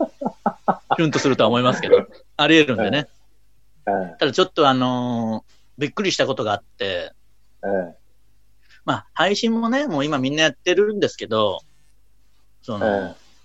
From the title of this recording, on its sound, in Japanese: 今夜も2度目のリモート配信